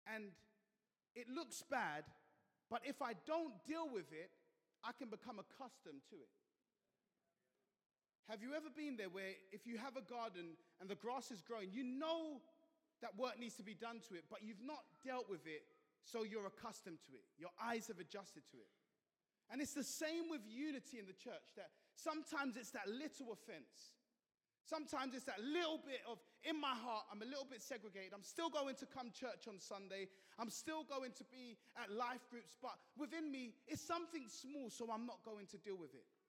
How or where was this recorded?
large echoing room